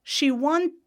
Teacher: I've got a T sound and then an I sound and then a D sound. So I'm not voiced and then I'm voiced.